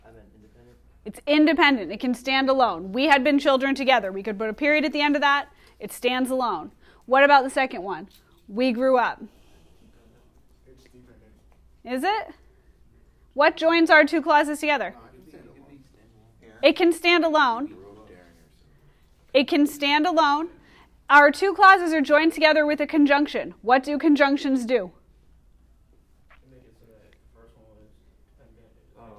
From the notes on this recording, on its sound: Recorded in class.